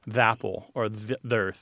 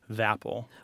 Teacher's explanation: we will drop the schwa and put that unvoiced TH, kind of alight it with the following word that begins with the vowel sound.